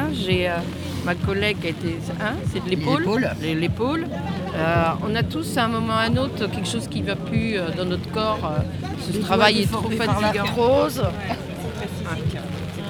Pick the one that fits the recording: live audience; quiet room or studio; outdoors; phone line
outdoors